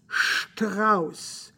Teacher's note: Strauss is pronounced with an SCH, or if you will, an SH, instead of an ST in the last name